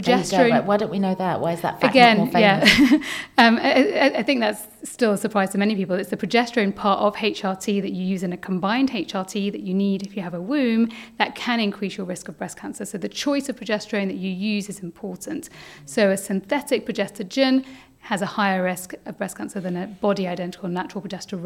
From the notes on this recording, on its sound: Live from Acast HQ. Recorded in front of a live audience at Acast's offices in London!